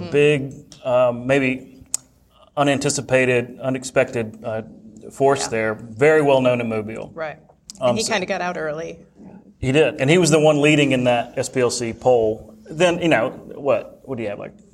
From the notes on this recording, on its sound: In short, it’s an insider crowd. There’s perhaps no better audience to do the first live in-person recording of the In the Weeds podcast.